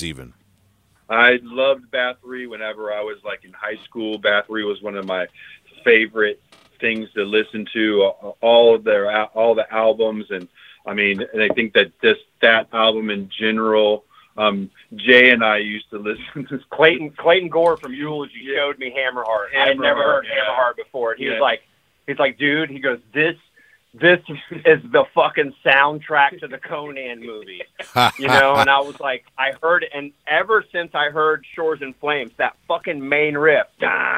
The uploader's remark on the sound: call into the hole!